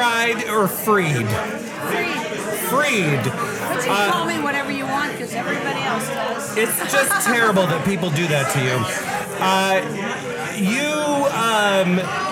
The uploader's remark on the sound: This episode of ZTL recorded at Tiki Caliente 14.